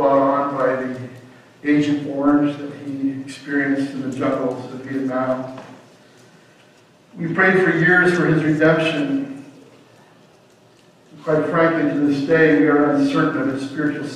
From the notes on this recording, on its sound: Audio for this video starts at the 22:50 mark in the video. Technical issues.